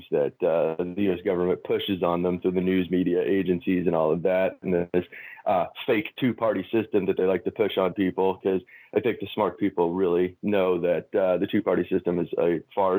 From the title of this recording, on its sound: Sunday Call In Show